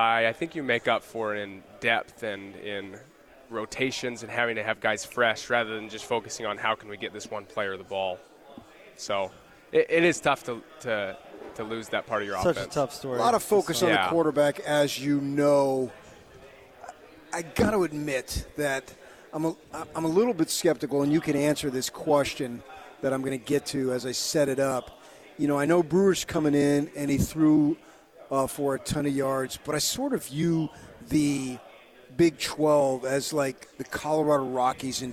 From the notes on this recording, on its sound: LIVE from Pac-12 Media Day in Los Angeles, CA